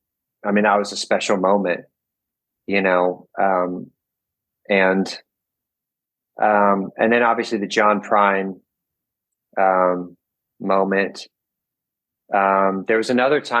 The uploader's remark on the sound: Joins me via Zoom.